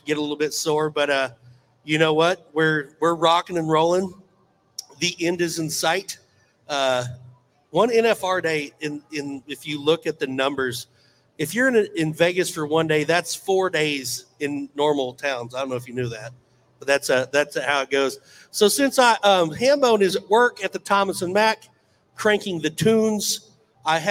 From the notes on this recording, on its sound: RümpChät Live at the 2023 NFR!